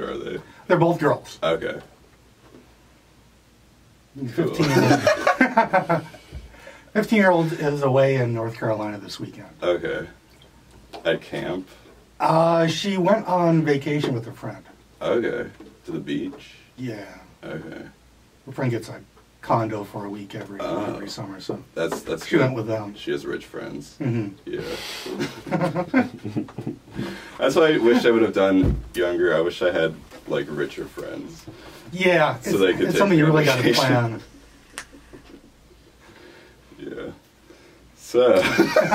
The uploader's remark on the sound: The Audio is pretty bad on this one, I apologize